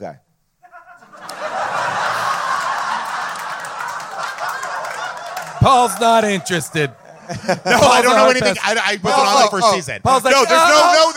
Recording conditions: live audience